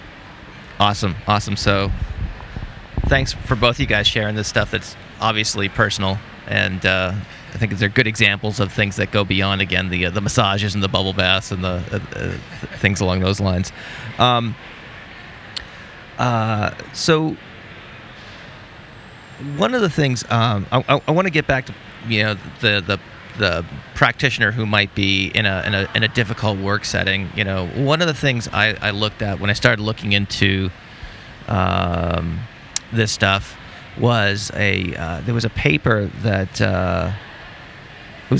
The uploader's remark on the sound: This conversation was recorded in-person at the 2019 Association for Behavior Analysis International conference that was held in Chicago